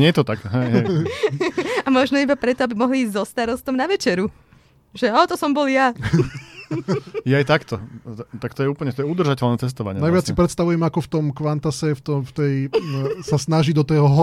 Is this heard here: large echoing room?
no